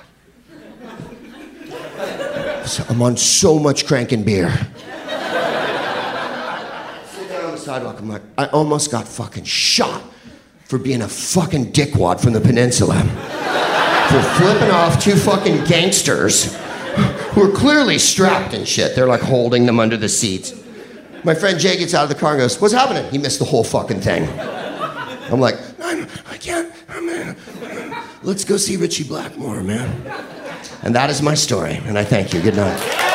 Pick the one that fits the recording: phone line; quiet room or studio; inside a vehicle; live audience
live audience